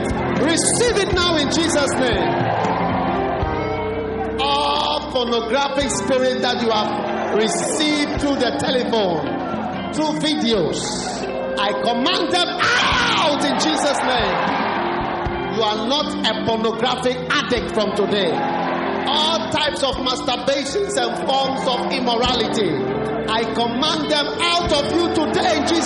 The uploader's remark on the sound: Preached at the First Love Center.